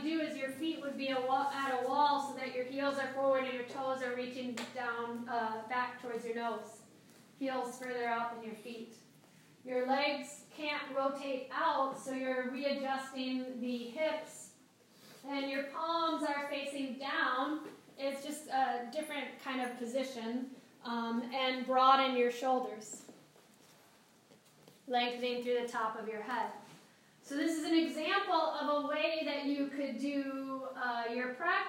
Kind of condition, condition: setting, live audience